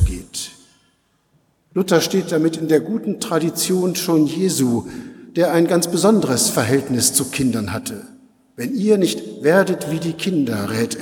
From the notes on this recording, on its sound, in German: Predigt-im-Festgottesdienst-300-Jahre-lutherische-Gemeinde-Detmold.